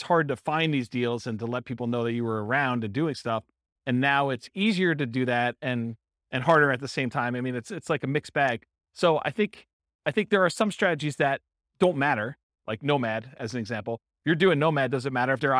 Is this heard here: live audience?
yes